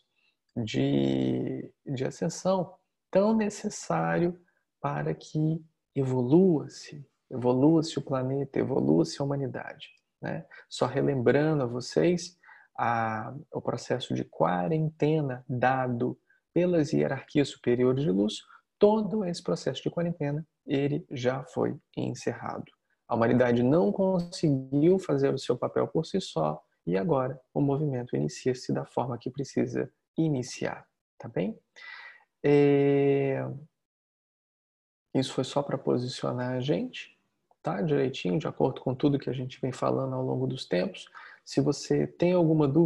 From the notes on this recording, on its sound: Online via Zoom